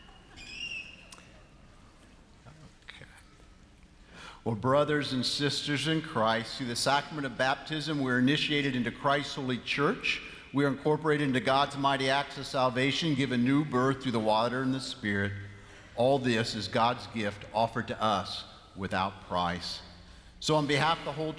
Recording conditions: large echoing room